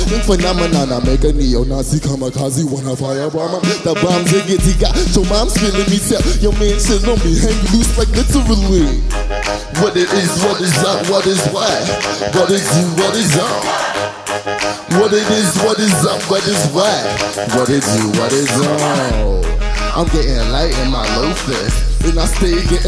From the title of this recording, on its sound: Live from SXSW